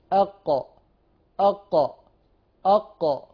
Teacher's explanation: بستخدم النقطة الخلفية للسان، يعني تحديدا بستخدم منطقة أقصى اللسان